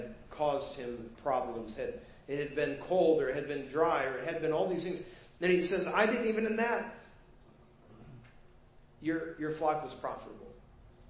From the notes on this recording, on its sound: Preached at First Baptist Church of Hazel Park